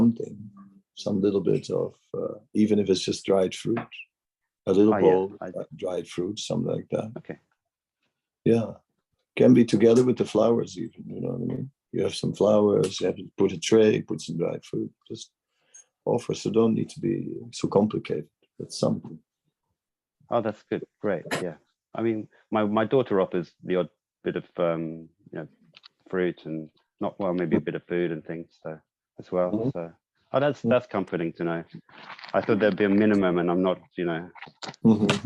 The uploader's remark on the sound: Zoom Meeting